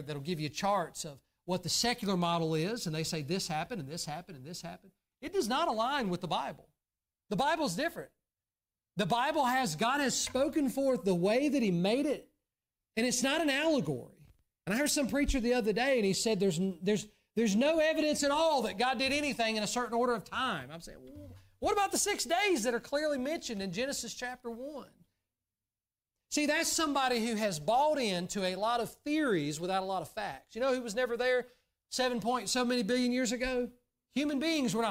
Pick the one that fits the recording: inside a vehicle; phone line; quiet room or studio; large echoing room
large echoing room